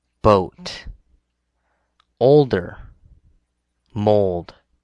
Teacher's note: Your tongue should also be away from the top part of the mouth. Then you make the sound by bringing in the lips in a circular manner and the tongue moving upward and towards the front of the mouth, ending right in the middle. · Term: O sound